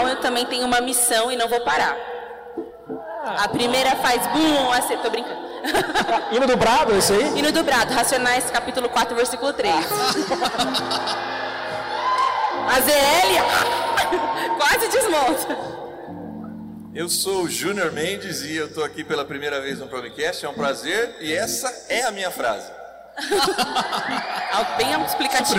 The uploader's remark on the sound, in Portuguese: Nosso primeiro cast gravado ao vivo na Convenção Nacional do Jovem Promessista.